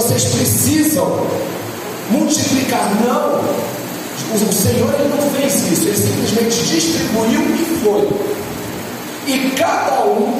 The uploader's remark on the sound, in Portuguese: Áudio da Ministração realizada em 22/04/22 na Igreja Casa de Oração Nova Aliança!